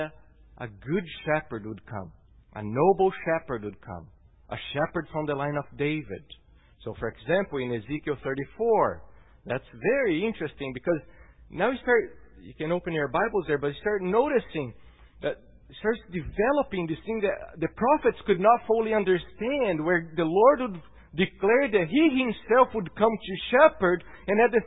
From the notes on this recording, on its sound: at Gracious Cross Reformed Church Salem on Sunday, August 12th, 2018.